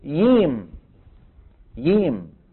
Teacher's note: يعني من قبائل اليمن من يقول الجيم ييم